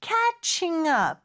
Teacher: 약간 연음이 되는 것처럼 catching up.